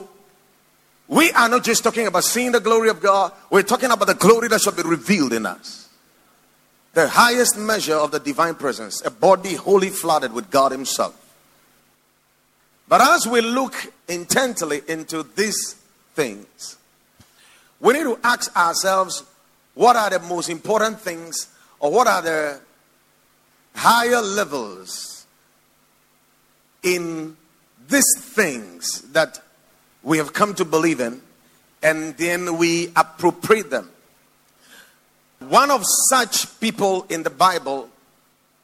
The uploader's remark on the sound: Preached at the Watered Garden Church